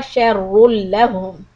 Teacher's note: ra is followed by lam with a shadda. So this is idgham without gunna.